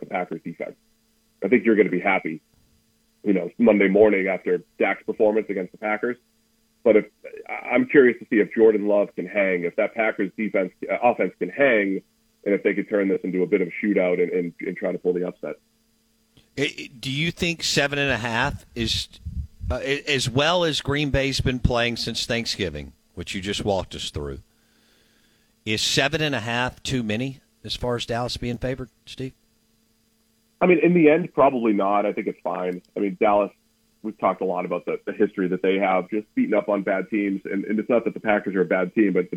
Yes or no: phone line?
yes